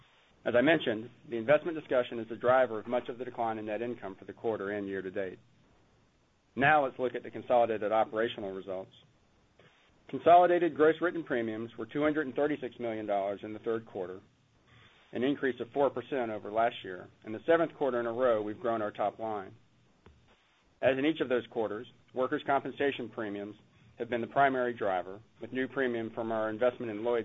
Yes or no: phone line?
yes